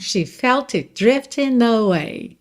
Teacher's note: O T de it você não ouve porque já tá virando D de drifting. Drifting termina em N, você já junta no away.